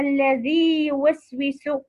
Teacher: أو ياء ساكنة مكسورة ما قبلها وبعدها ياء متحركة من كلمتين مثل الذي يوسوس، لأن الياء المادية تخرج من الجوف والياء المتحركة تخرج من وسط اللسان، فعلينا التمكين في حرف مد كي لا يسقط أو يدغم.